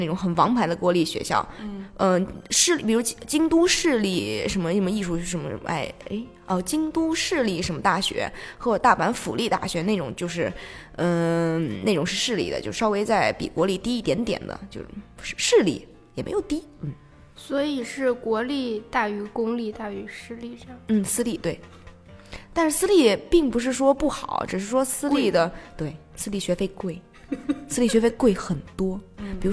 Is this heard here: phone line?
no